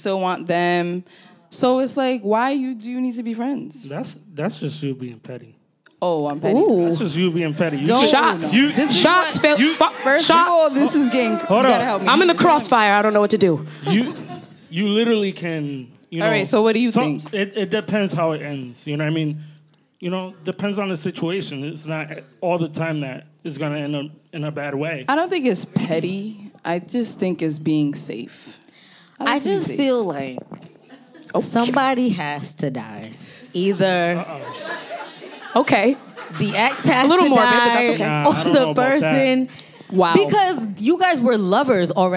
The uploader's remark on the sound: Spark Up went LIVE! Recorded live at Trade Pop-Up.